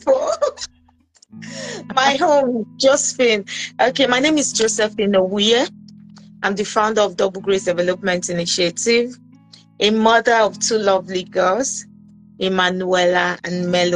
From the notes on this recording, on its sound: episode on Instagram Live